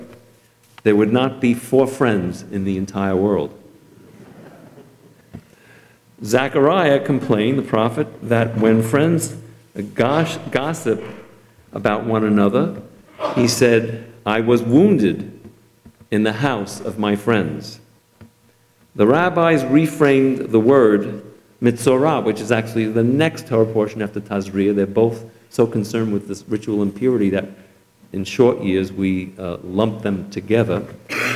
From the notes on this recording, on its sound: Delivered at Temple Emanu-El